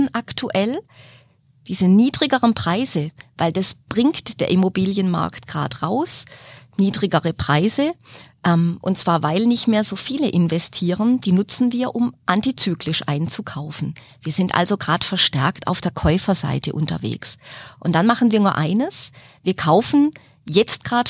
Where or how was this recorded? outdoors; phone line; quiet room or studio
quiet room or studio